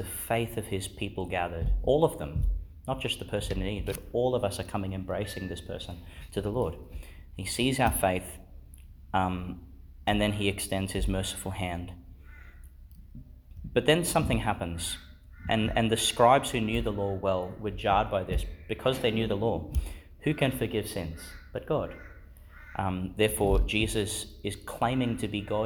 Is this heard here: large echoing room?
yes